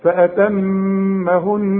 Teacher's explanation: انت لاحظت ان انا اتكيت على الميم وطلعتها، شوف غنيتها